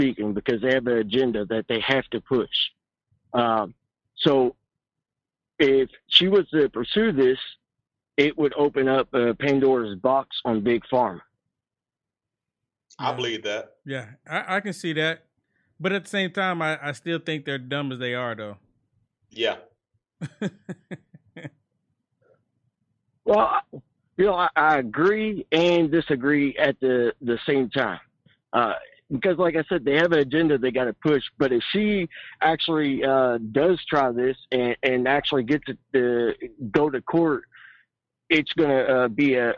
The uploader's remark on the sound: The callers that call.